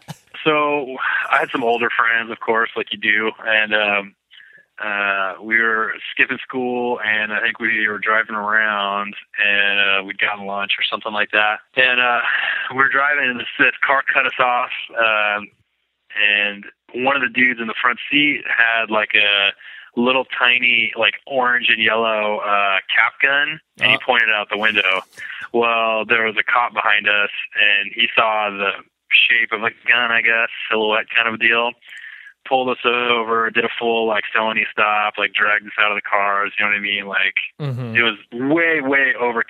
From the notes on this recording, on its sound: over the phone